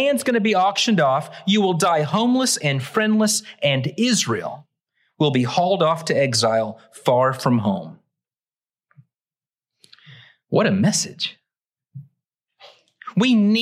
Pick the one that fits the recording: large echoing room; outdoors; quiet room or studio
large echoing room